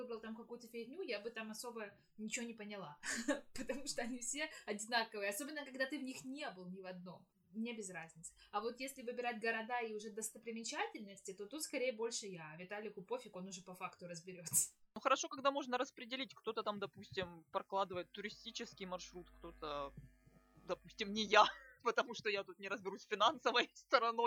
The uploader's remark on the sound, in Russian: Осторожно! Плохой звук